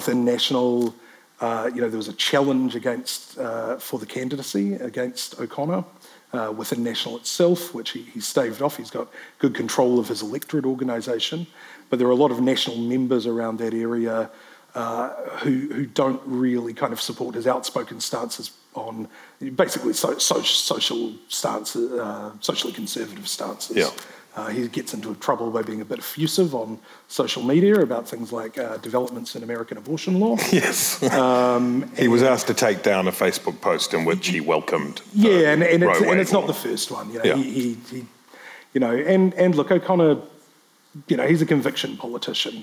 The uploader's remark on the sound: Live from Word Christchurch